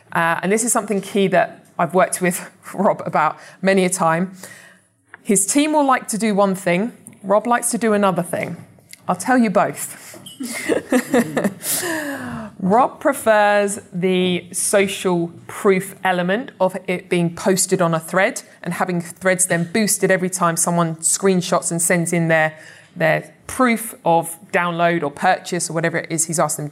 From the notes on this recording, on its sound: is with a live audience